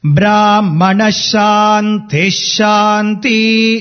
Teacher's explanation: In Brahmana Shanti, Ti is having a lower intonation